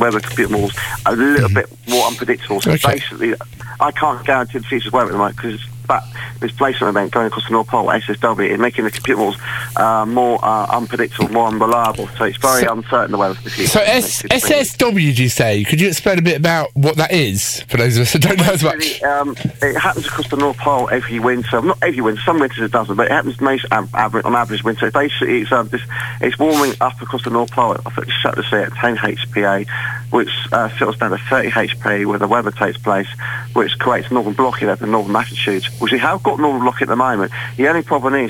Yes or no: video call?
no